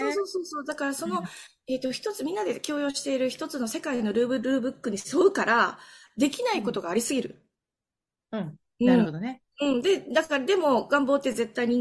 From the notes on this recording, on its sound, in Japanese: オンラインでの収録のため所々聞きずらいところもありますが、何とぞご了承ください。